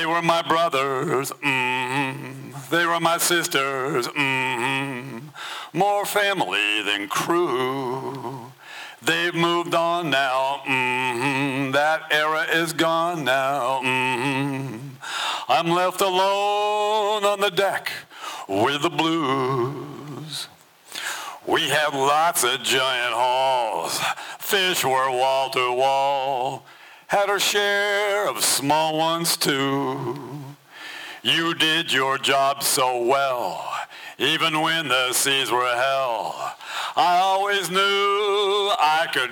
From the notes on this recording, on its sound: This recording was made on Saturday, February 25th, 2023, at the Ten Fifteen Theater in Astoria, OR as part of the FisherPoetry Archive Project